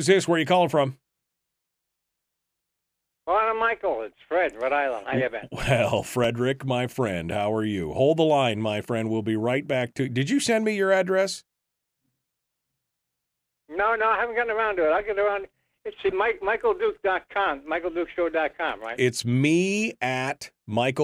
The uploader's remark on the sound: We'll also open up the phone lines for discussions with you.